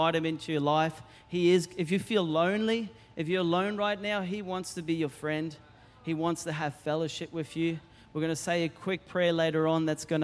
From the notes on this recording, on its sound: Recorded during our 9am service on Sunday, the 12th of November 2023.